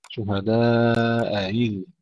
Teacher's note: الأولى مفتوحة والثانية مكسورة، ففيها التسهيل، تسهيل بينها وبين الياء